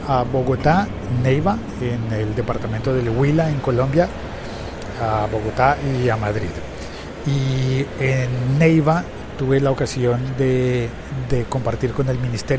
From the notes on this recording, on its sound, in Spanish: grabo este episodio en directo desde Gran Vía, en Madrid, España.